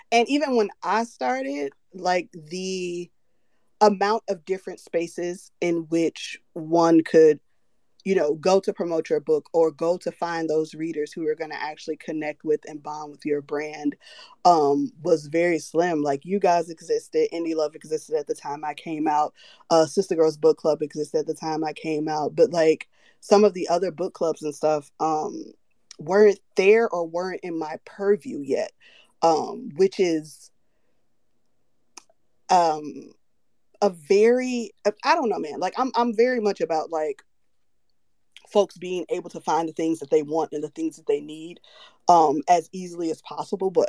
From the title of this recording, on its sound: Recorded Twitter Space 09.07.2022